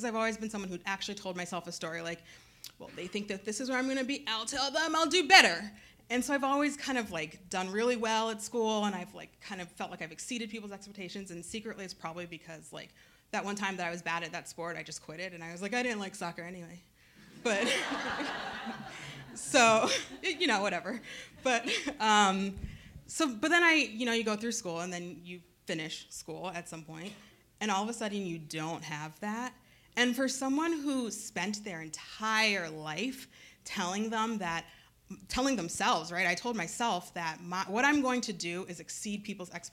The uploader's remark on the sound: On stage at SheSpeaks in December 2018 at One Longfellow Square, Portland, Maine. This annual women's storytelling evening, hosted by SheChanges.